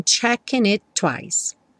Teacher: Aqui o checking juntou com it pelo N, checking it e do it para o twice você só fala um T.